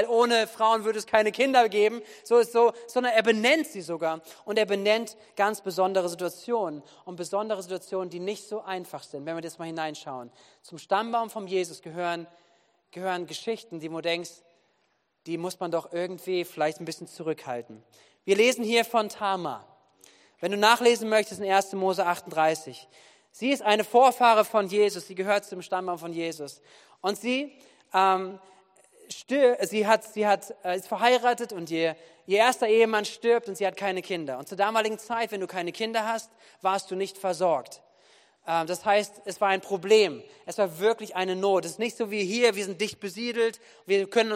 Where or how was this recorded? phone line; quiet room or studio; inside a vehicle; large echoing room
large echoing room